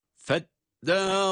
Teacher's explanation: Burada dal harfini bir elif miktarı uzatarak okuyoruz.